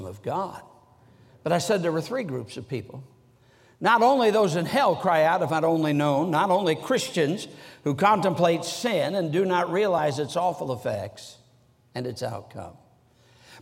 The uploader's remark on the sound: during the Sunday Morning service of the 47th Annual Stewardship and Missions Conference on October 15, 2023, at North Valley Baptist Church in Santa Clara, California